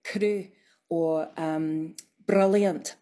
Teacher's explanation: So it's like a rolled R, but it's like one instead of many, many all in a row · Term: little tap